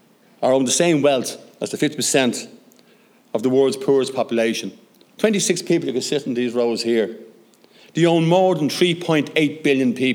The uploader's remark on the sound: short recorded segment from the centenary celebration of the first Dáil Éireann